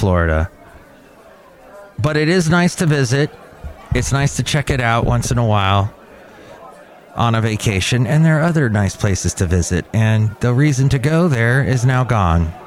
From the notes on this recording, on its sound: live from Cafe Anyway